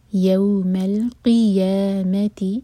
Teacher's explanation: قاف حلق سے اور قاف کے نیچے کسرہ ہے تو قے کی آواز نہیں آئے گی، قی، یوم القیامت وزنا، زبر بزنگ ساؤنڈ.